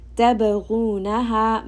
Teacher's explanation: ba here is going to have qalqala, there is a bouncing sound on the ba. غَيْن is going to be heavy.